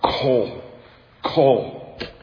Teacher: it's a very guttural word. It's a word that, starts at the back of your throat and is like, kol, kol.